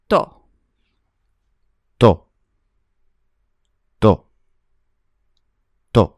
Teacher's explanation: But in Italian, it's a short, sharp o.